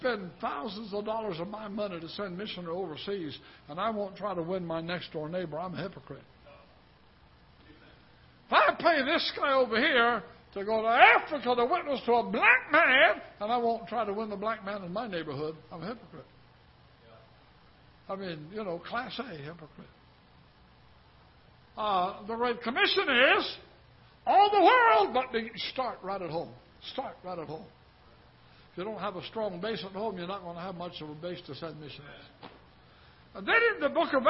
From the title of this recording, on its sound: Ketha Heights Baptist Church ~ Live Broadcast